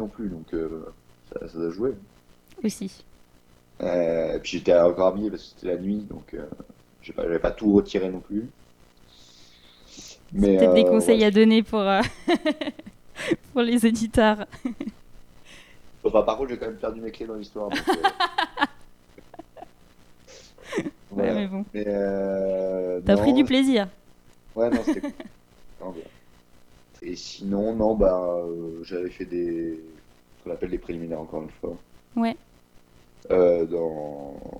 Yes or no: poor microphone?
yes